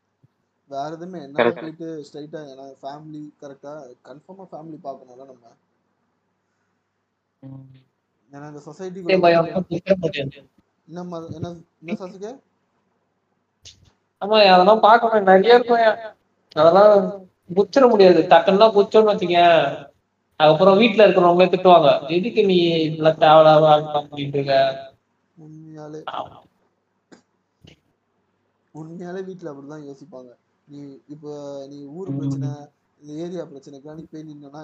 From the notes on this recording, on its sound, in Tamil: Audio quality konjam mosama than eruku sorry nanbergalee.